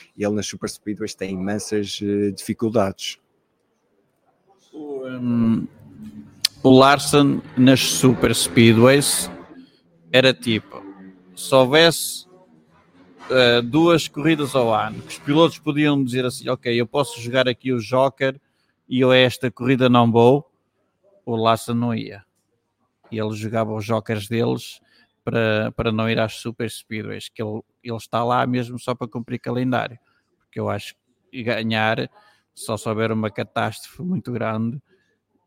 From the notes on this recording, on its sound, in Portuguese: estiveram no Sea Breeze Cafe, Caxinas, Vila do Conde, para uma tertúlia ao vivo